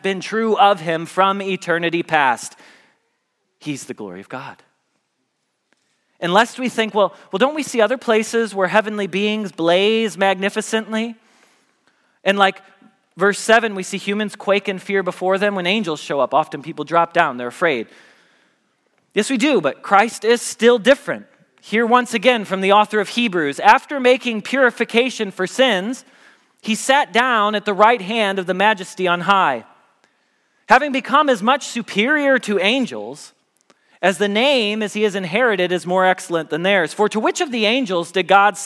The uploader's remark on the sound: Message Preached at Valley Creek Church